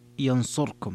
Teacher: قرأ أبو عمرو بخلف عن الدوري ينصركم بإسكان الراء